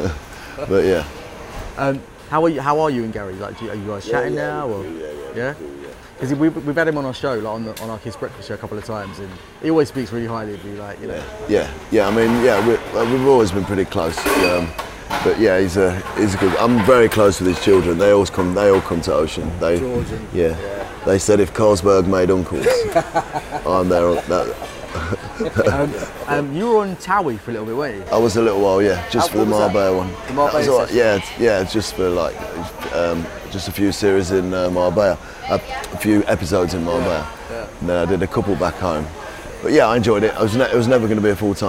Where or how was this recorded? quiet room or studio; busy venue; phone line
busy venue